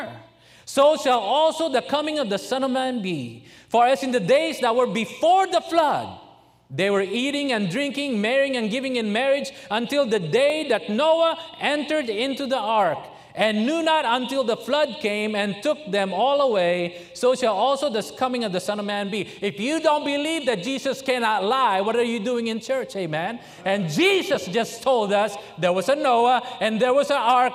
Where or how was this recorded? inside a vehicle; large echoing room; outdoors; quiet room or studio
large echoing room